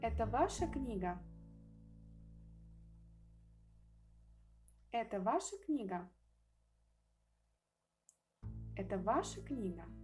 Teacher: En estas oraciones, la interrogación se transmite por medio de la entonación solo. El centro de la construcción se encuentra en la sílaba acentuada de la palabra que contiene la pregunta. En ella es donde el tono de voz alcanza el punto más alto. · Term: tipo de entonación número 3